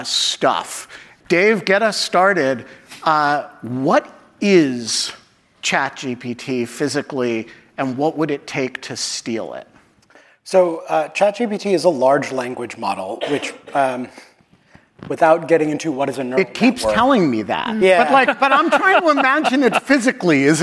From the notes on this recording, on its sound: Hosted by the William and Flora Hewlett Foundation Cyber Initiative and Aspen Digital, Verify 2023 brings together journalists and cyber and tech policy experts to discuss critical issues in cybersecurity. For this live recording of the Lawfare Podcast.